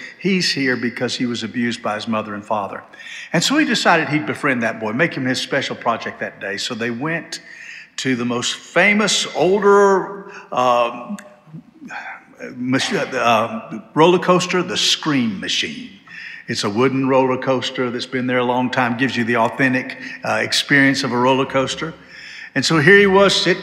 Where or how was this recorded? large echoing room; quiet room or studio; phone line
large echoing room